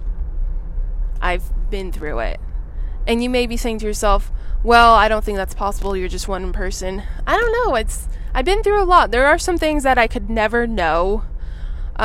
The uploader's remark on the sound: Driving in my car, talking to you